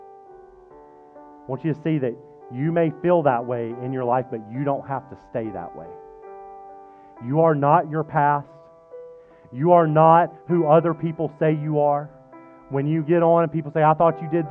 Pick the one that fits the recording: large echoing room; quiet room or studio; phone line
large echoing room